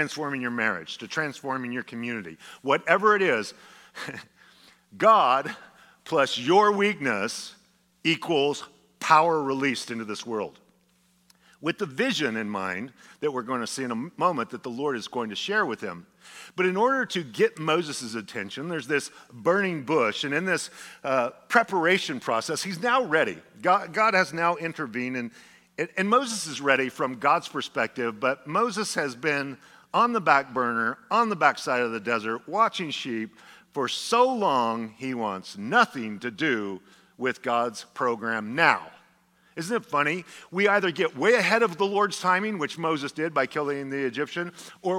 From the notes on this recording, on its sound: a sermon delivered as part of the Anchored Series at Godspeak Calvary Chapel in Newbury Park, California on February 25, 2023